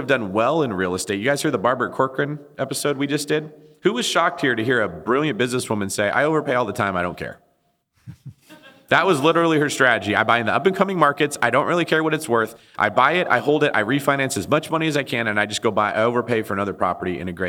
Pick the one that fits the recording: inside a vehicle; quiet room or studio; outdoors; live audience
live audience